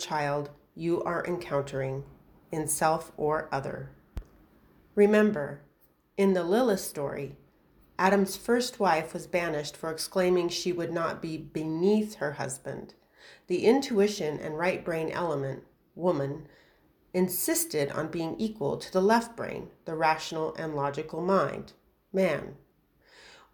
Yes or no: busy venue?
no